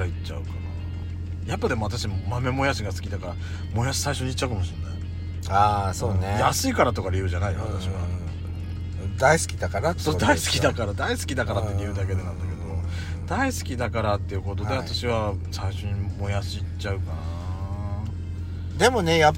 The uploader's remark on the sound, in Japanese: パーキング収録